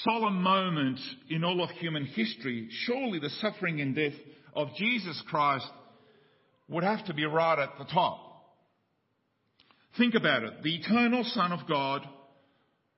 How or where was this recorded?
large echoing room